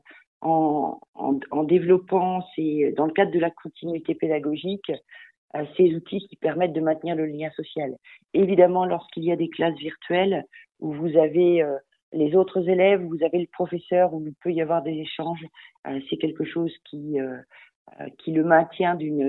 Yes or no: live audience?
no